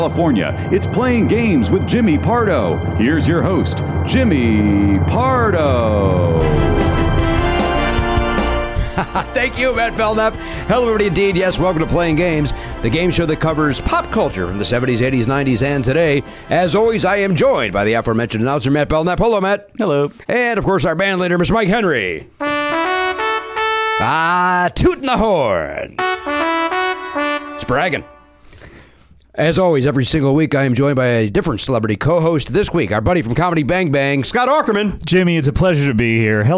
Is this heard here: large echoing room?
no